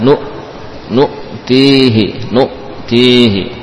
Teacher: Hamzanya betul-betul diberi sifat syiddah sehingga tidak lagi tersisa suara. Suara tidak berjalan.